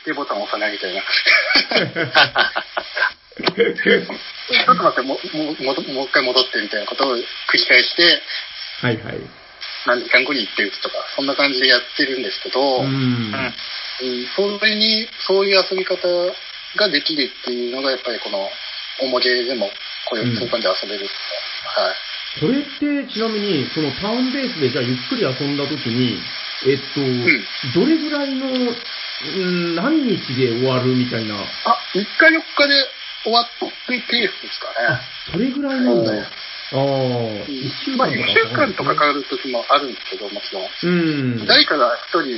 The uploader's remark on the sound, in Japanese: 収録の環境上、全体的に音質的に聞きづらくなっております。